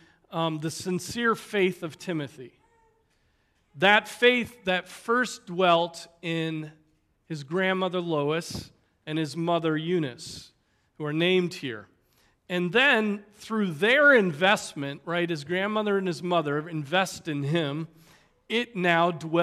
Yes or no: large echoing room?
yes